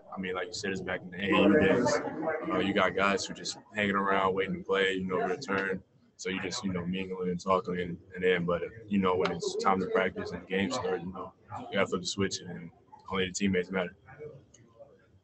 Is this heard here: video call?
yes